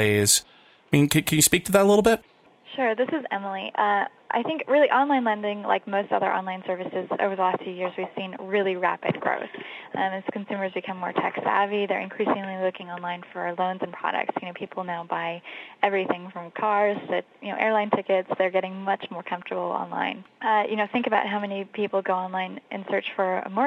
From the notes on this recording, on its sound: An in-depth telephone interview